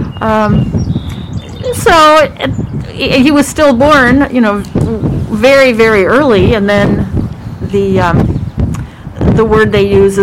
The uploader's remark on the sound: Recorded LIVE From Salt Creek Trail